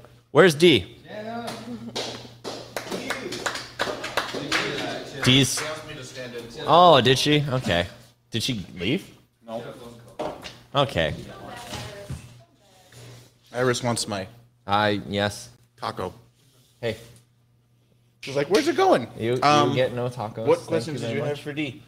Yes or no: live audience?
yes